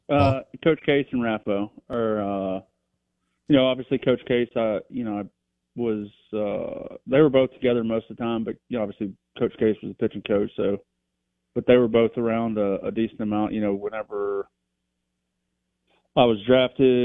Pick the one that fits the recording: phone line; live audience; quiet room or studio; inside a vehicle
phone line